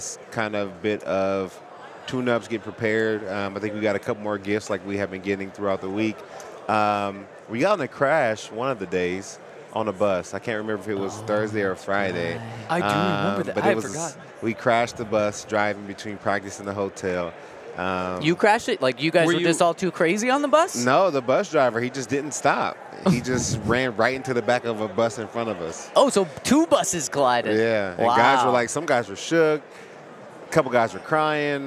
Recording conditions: busy venue